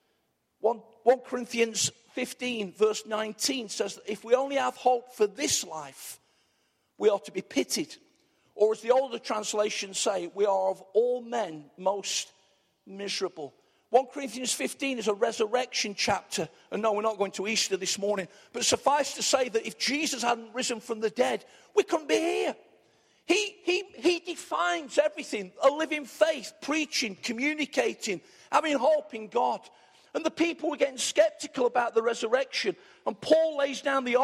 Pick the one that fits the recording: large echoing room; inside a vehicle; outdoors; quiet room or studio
large echoing room